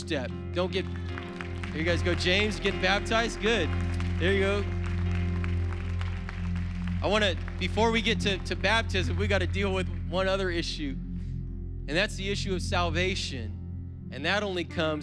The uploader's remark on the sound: was preached on April 3rd at the 10AM service